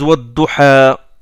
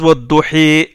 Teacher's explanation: Donc ils font l'imala, l'inclinaison du alif. · Shown in: second take